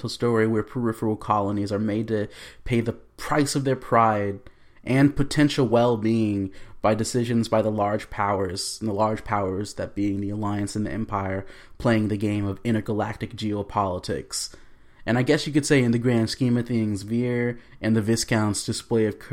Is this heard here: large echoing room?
no